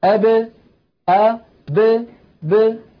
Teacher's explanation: فهذه 5 يا إخوة خالفت القاعدة الأصلية، عند سكونها لا تخرج بالتصادم، يعني الباء إذا كانت ساكنة لا تقول العرب أب هكذا بالتصادم أب، وإنما يقولون أب أب، يعني يخرجونها بالتباعد بين طرفي عضو النطق هكذا أب أب ب، تبتعد الشفتان كأن الحرف متحرك مع كونه ساكن · Term: حروف القلقلة